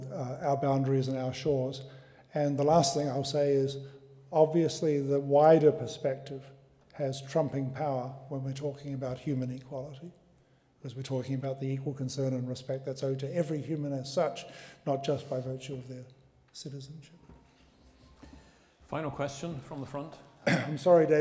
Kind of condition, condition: setting, large echoing room